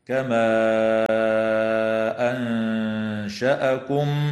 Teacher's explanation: وتمد الألف قبل الهمزة من قوله تعالى كما أنشأكم بمقدار 4 أو 5 حركات أيضا، ولكن من قبيل المد المنفصل. وتخفى النون الساكنة عند الشين